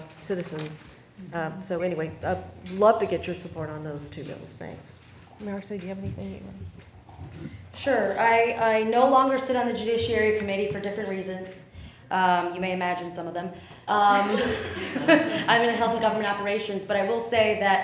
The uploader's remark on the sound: We bring you audio from our Racial Justice NOW event.